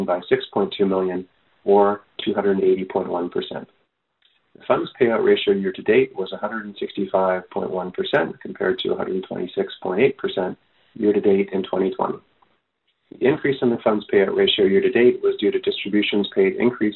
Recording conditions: phone line